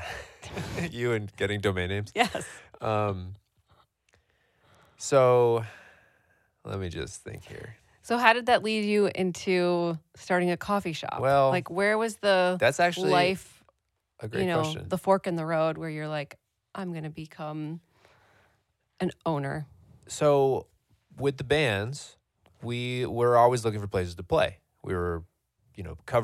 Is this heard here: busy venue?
no